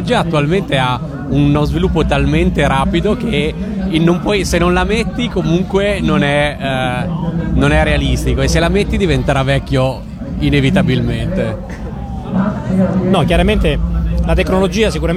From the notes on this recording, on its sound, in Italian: intervistato a Lucca Comics & Games 2013